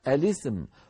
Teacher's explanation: والعرب لا تجمع بين ساكنين، فيكسرون لام التعريف، يكسرونها يعني يحركونها بالكسر للتخلص من التقاء الساكنين